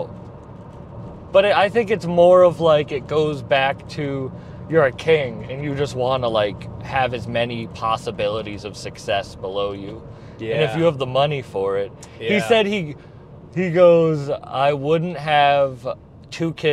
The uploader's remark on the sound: Recorded driving around Rhode Island